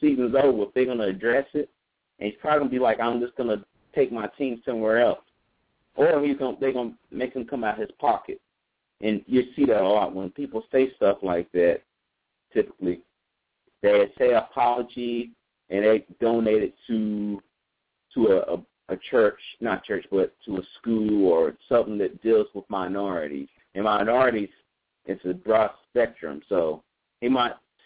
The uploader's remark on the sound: Call in live show